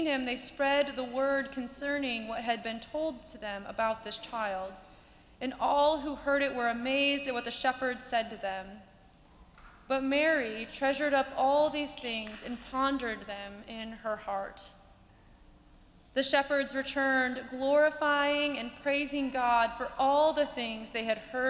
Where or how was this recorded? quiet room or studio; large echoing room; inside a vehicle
large echoing room